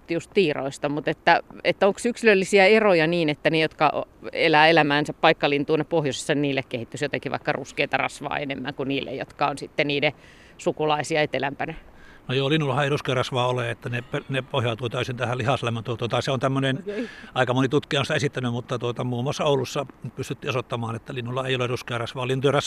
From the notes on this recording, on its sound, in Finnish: talvisella linturetkellä